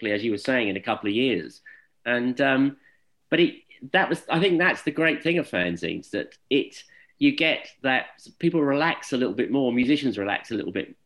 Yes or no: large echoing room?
no